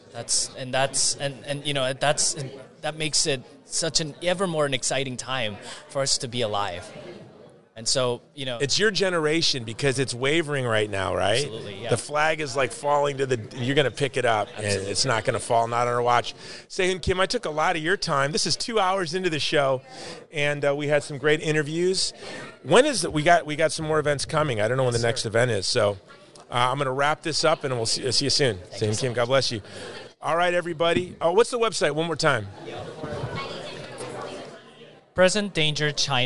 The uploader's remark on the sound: More interviews at the International Religious Freedom Summit on Location in Washington DC